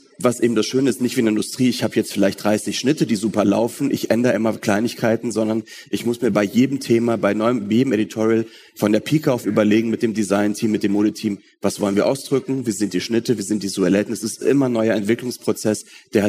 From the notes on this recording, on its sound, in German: live auf dem Talksofa der h+h cologne 2023